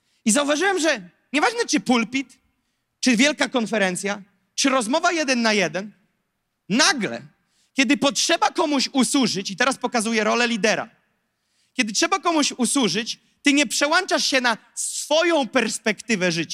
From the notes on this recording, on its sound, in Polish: To fragment nauczania, które zostało nagrane podczas nabożeństwa NOF Church.